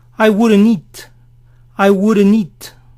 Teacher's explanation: Esto suena wouldn't, wouldn't. Pero cuando a wouldn't le sigue una palabra, a menudo la T final no se oye.